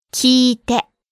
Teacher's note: So the e vowel becomes a long vowel, and it now becomes please listen.